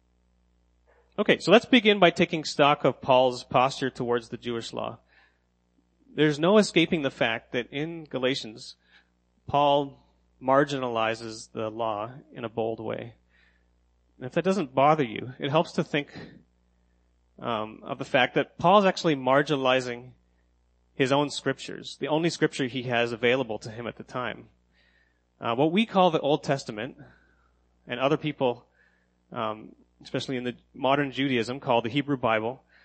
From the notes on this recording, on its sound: sermon that I gave at Next Church in Kingston